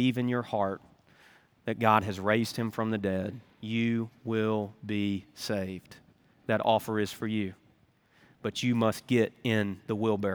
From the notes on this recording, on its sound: Recorded Live at Brookwood Church on 02.25.2024